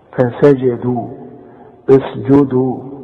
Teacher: فسجدوا كلها حروف مرققة، لكن كل جيم في القرآن تعطش